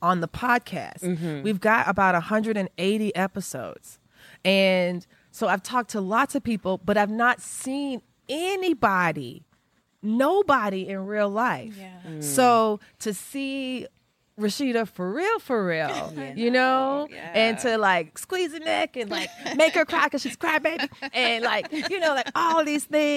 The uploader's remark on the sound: Live at the Modern Quilt Guild's 10th anniversary QuiltCon event in Atlanta.